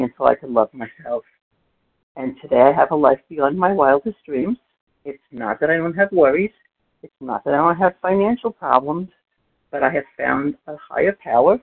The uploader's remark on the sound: 100 Pounders Phone Meeting.